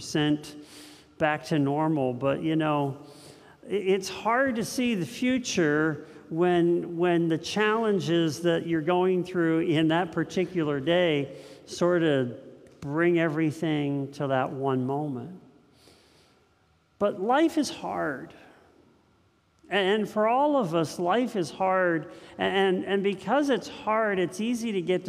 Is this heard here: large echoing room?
yes